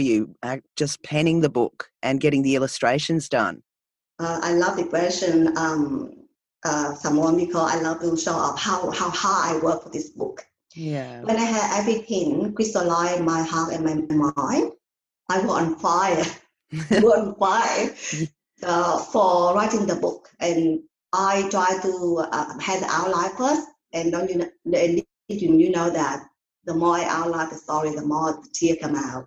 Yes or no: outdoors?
no